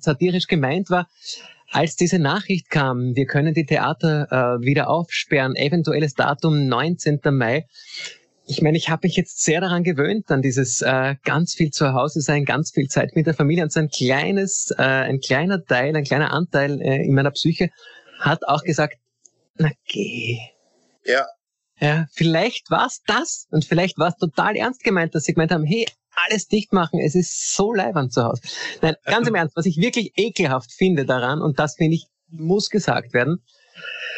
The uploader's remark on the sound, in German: indem sie einander via Skype am Abend beim Reden zusehen